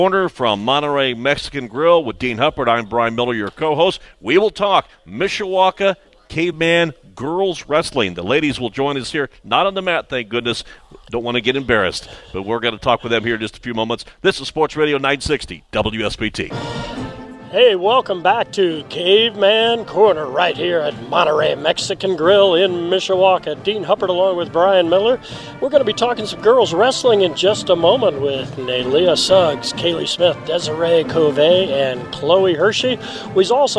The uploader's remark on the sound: live from Monterrey Mexican Grill on McKinley Road in Mishawaka